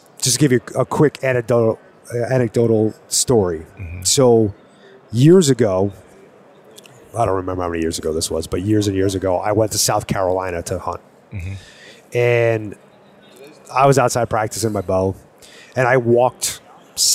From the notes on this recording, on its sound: Live at hunt Expo.